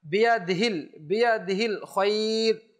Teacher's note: বিয়াদিল অনেক সময় হা উচ্চারণই করে না, অভ্যাস না করার কারণে, খেয়াল না করার কারণে।